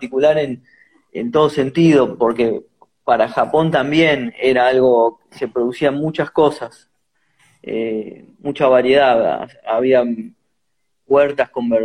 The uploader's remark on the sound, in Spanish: Audio de la charla en vivo por Instagram